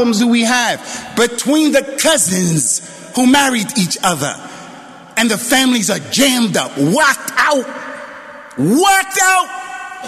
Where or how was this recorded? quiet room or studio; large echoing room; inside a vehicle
large echoing room